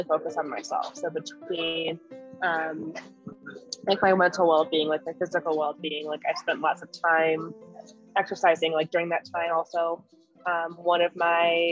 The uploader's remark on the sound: sat down via zoom with me